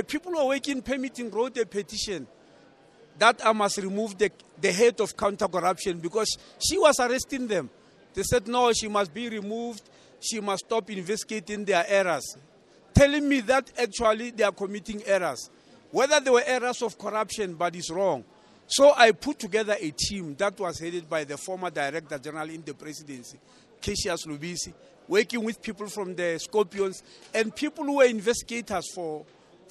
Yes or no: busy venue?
yes